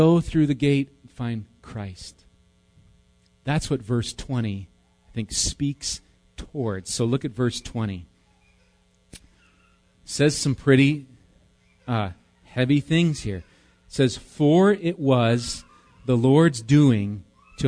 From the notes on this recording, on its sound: Recorded live at Bethany Bible Church